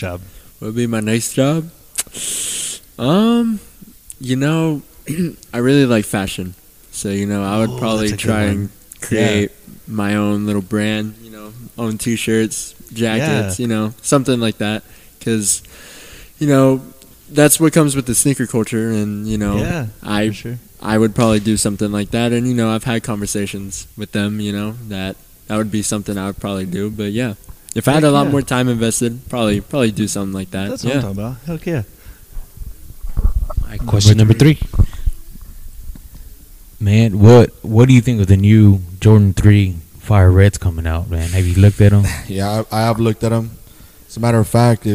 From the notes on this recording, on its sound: This week we are on location with one of the newest shoe and fashion stores located in Downtown San Angelo, TX, Publik Hype.